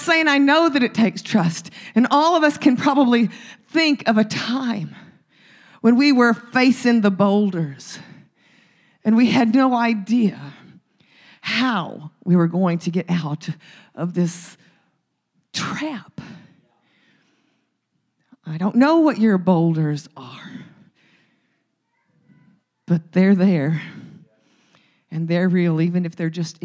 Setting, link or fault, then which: setting, large echoing room